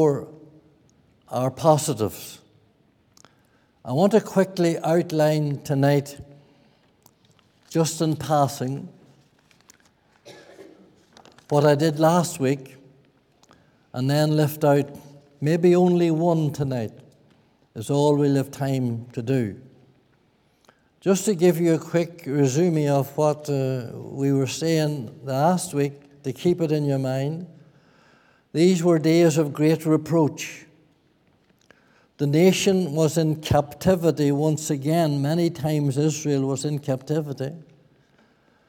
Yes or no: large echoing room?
yes